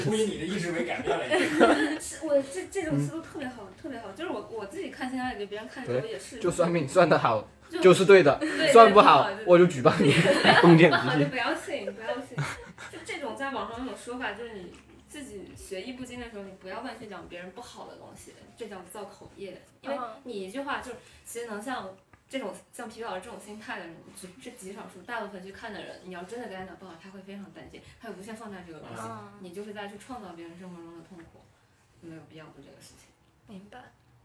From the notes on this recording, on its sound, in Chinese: 本期录制时间是今年3月，彼时录音设备还没升级，4个人对着一个麦讲话，距离不一样，可能声音大小会有些波动，见谅～